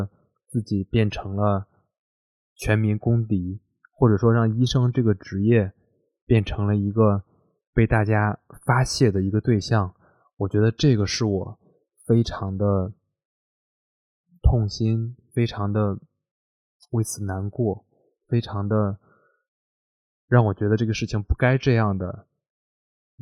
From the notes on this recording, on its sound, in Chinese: 希望大家体谅我的录音和剪辑